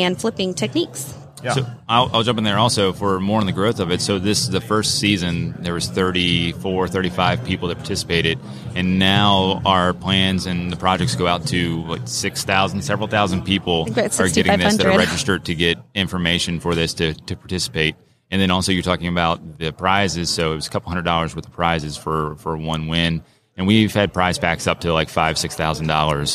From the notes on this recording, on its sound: LIVE from WORKBENCHcon 2022. Were in the booth.